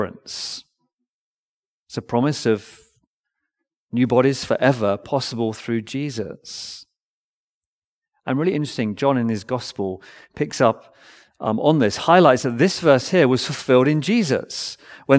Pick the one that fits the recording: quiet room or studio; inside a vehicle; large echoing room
large echoing room